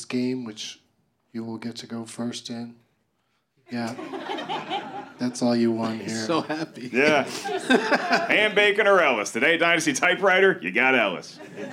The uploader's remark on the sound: Live from Dynasty Typewriter in Los Angeles